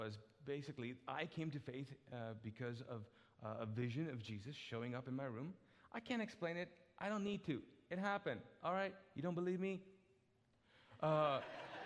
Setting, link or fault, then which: setting, large echoing room